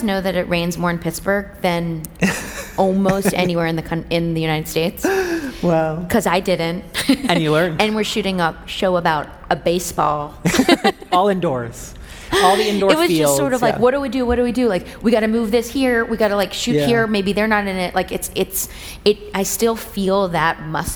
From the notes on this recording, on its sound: LIVE on the TED Conference stage